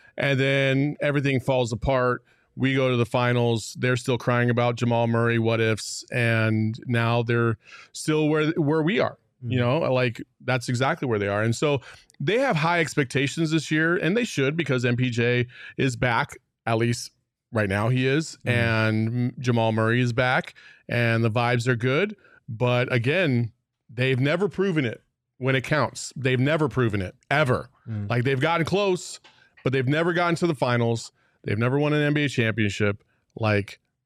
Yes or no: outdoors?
no